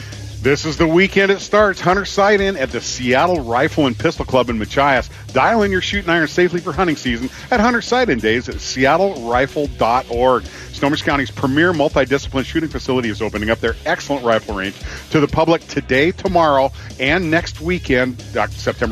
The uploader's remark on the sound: live at Bayside Marine for the 2023 Everett Coho Derby